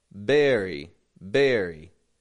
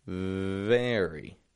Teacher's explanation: Bringing the corners of my lips in, only the bottom lip is lightly touching the top teeth. · Shown in: second take · Term: V sound